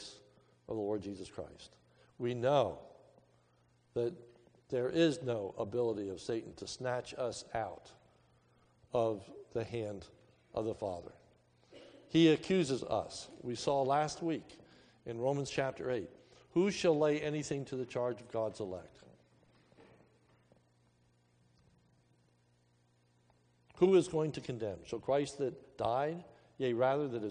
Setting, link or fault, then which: setting, large echoing room